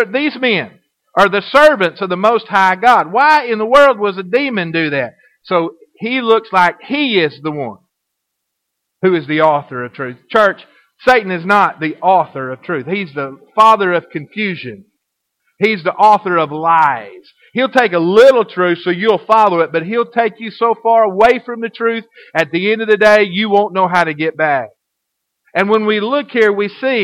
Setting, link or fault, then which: setting, large echoing room